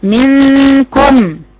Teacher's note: خلي بالكم النون باينة هنا في مع حرف الكاف، هقول لكم بعد كده ان النون هنا مع حرف الكاف، النون اللي بعدها حرف كاف، باين صوت النون اكتر من صوت الغنة، باين لان النون بعدها كاف